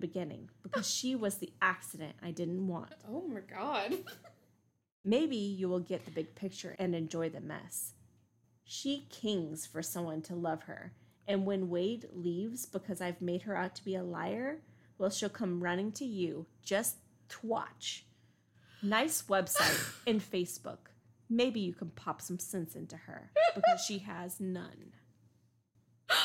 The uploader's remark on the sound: We tried to edit out a lot of the bumps, bangs, animals, and natural weather events happening in this episode, but unfortunately it was not possible to remove them all.